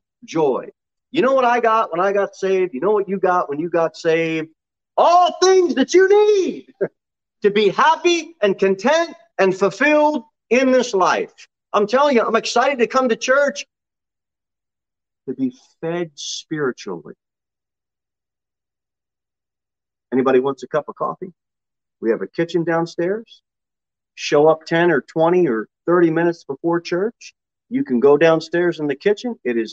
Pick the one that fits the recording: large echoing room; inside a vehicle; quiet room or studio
large echoing room